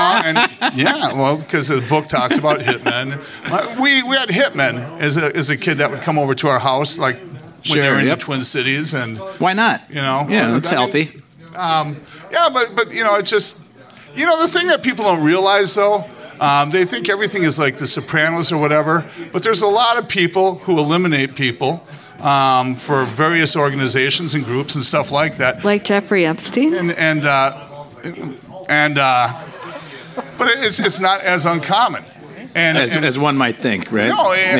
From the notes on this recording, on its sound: We give into the general madness and silliness that ensues when you put five rather interesting people together on stage. Raw and unapologetic, this is a breath glimpse into our world pre-COVID, taped at one of our very favorite bars - the 331 Club in Northeast Minneapolis.